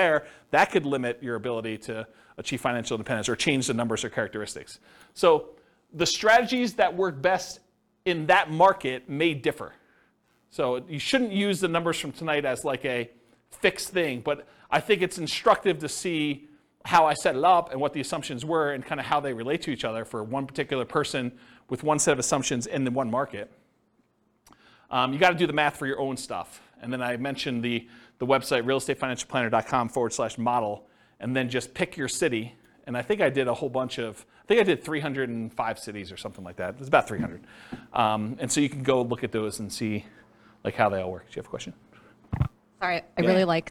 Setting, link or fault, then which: setting, live audience